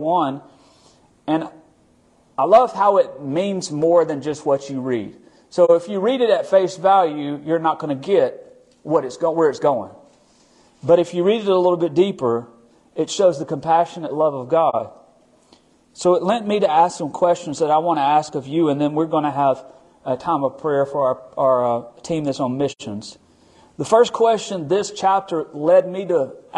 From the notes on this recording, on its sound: Recorded at our Midweek service at Friendship Baptist Church on March 15, 2023.